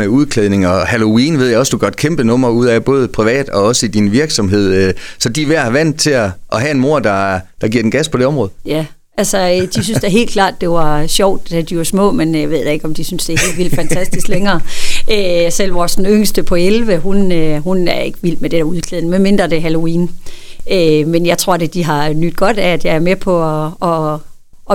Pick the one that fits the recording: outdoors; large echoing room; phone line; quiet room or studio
quiet room or studio